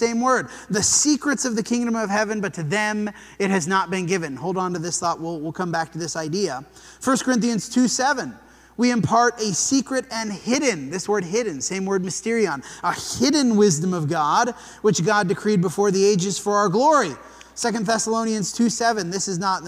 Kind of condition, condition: setting, large echoing room